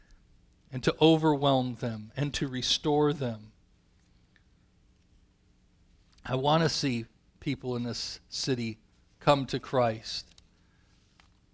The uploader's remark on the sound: Calvary Assembly of God live Stream